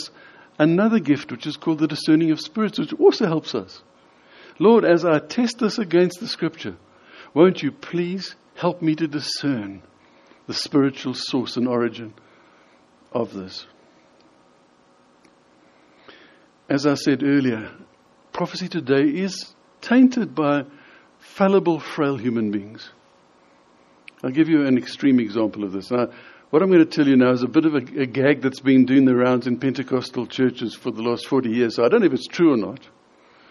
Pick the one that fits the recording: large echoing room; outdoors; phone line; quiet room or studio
large echoing room